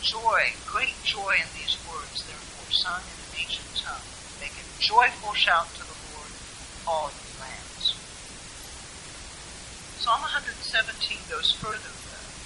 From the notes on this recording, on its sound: Apologies for the poor audio quality.